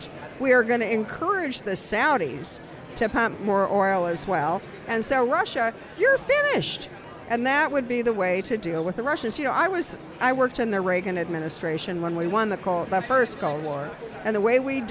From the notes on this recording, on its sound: joins the podcast from the Conservative Political Action Conference in Orlando, Florida